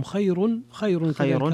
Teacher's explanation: خير فيها ترقيق الراء لورش